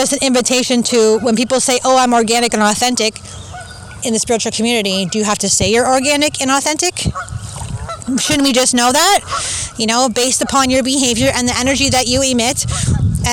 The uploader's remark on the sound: I recorded this on the beach (poor sound but please enjoy the sounds of the water and birds!)